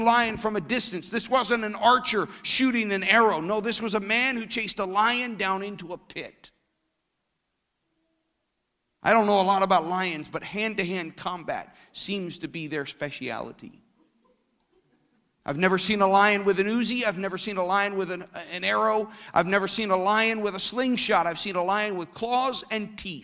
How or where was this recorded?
large echoing room